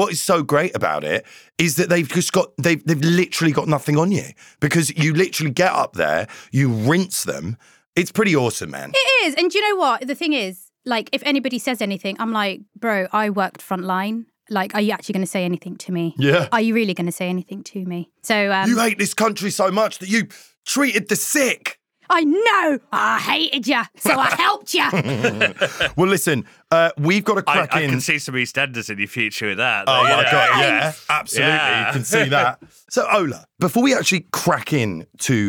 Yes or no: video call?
no